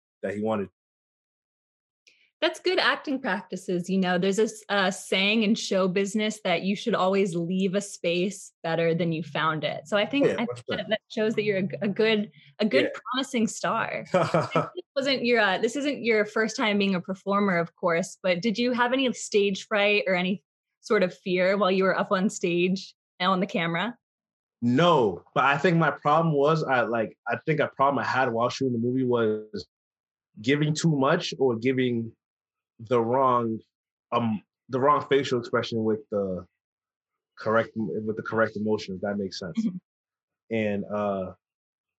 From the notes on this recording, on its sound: via Zoom